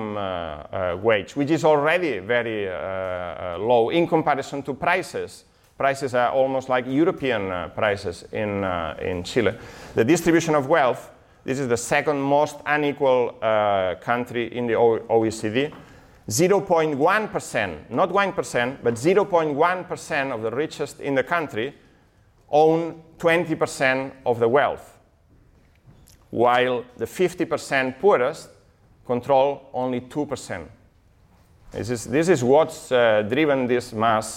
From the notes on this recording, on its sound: this talk from Revolution Festival 2019